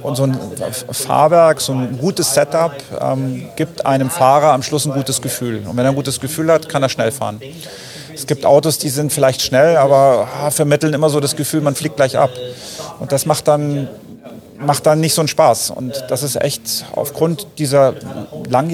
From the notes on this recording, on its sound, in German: Live von der Rennstrecke!